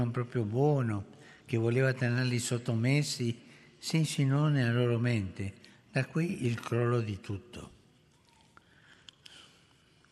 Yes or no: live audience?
yes